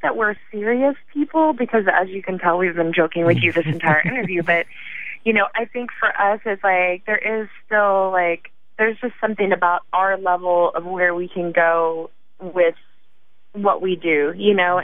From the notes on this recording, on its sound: grabbed some time over the phone